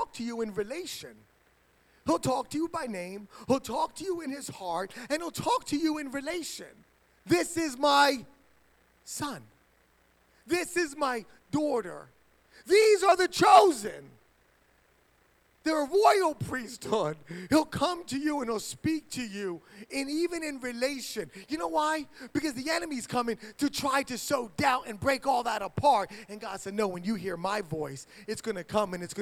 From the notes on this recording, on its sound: HighStreet Worship Center is a church in Burlington, New Jersey